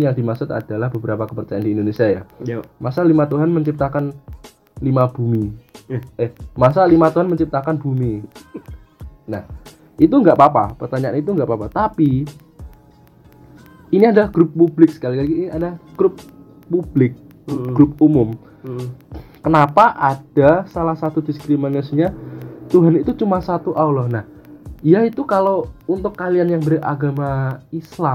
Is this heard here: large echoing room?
no